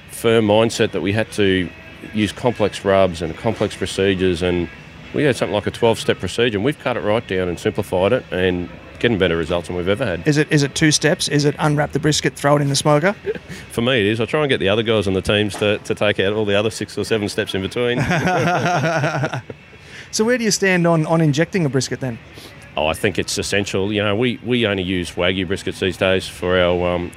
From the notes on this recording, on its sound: This episode was recorded live at the BBQ & Beats Competition at the NightQuarter on the Gold Coast of Queensland, Australia. It documents a BBQ competition that was the first of its kind in Australia – a day competition.